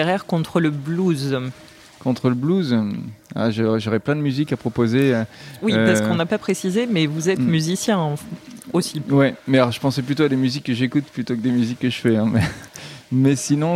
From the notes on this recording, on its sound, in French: Cet épisode a été enregistré au salon du roman historique de Levallois Perret les 2 et 3 juillet dernier.